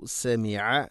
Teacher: ഐനും തൊണ്ടയുടെ മധ്യഭാഗമാണ് മഖ്റജ്